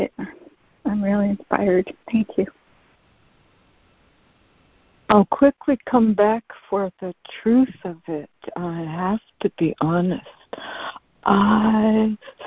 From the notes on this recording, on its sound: ACIM Daily Conference Call